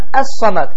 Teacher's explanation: Amma ləm burada oxunmur. Baxmayaraq ləm var, ləm tələffüz olunmur.